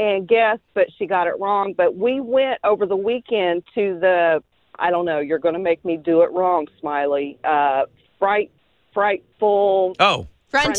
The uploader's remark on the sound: call into the Smiley Morning Show